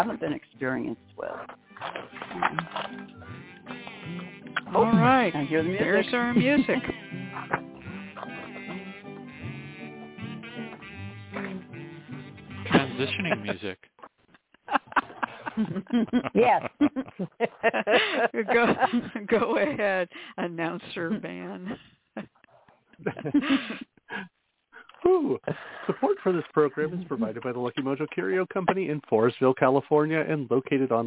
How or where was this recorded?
phone line